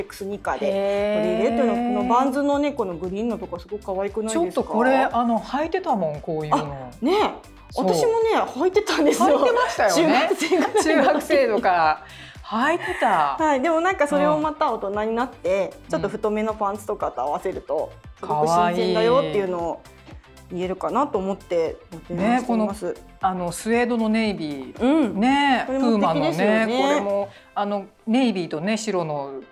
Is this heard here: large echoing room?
no